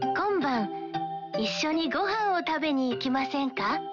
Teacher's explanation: L'invitation est formée en changeant le mas d'un verbe à la forme en mas en masen et ajouter ka à la fin avec une intonation montante